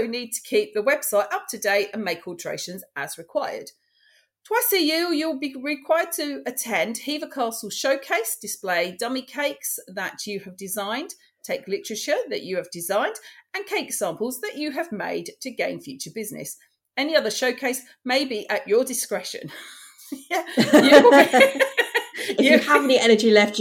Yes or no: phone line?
no